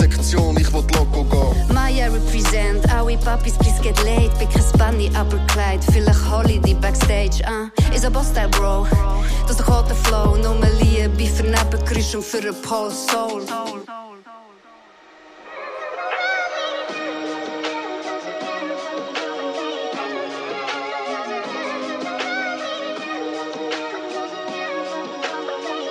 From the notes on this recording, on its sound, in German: zwei Tage lang am Spex Festival unterwegs!